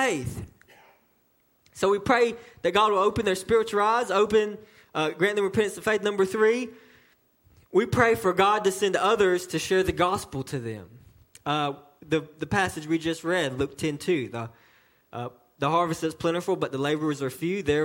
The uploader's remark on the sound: a message delivered to Cottondale Baptist Church in Eastman, GA on 3/12/18 during the 6:00pm service